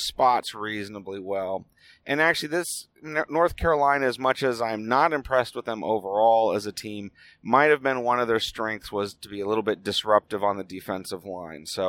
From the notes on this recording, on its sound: It was recorded on the drive home as always